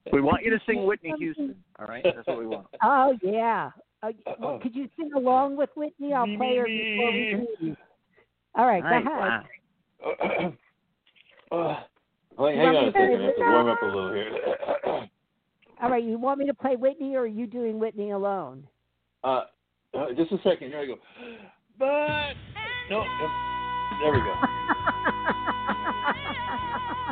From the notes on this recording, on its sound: interacts with callers